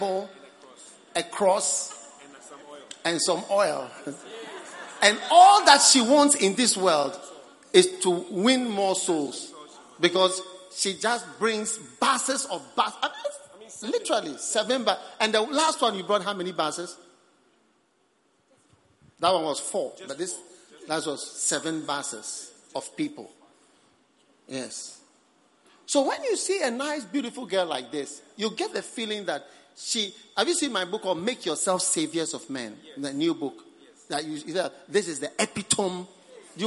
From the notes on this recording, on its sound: Preached at the Prophetic Encounter Service.